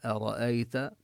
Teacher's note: قال أرأيت إذ أوينا إلى الصخرة فإني، قال نبين القاف مفخمة، أرأيت نرقق الهمزة ونفخم الراء، والياء حكمها أنها حرف لين نبينها أرأيت، لا نمدها كثيرا أكثر من المد الطبيعي، لا نبينها كما نبين حروف المد.